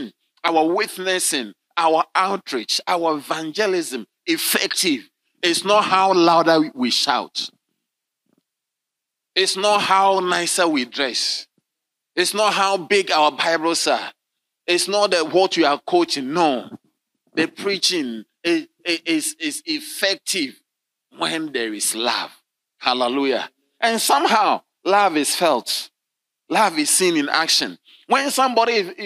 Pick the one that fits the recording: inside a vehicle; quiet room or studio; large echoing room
large echoing room